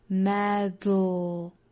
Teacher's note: 舌尖抵住上齿龈之后呢，用舌头两侧去送气发声 · Term: 舌边爆破音